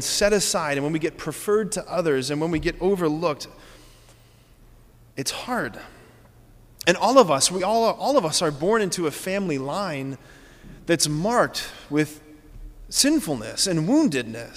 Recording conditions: large echoing room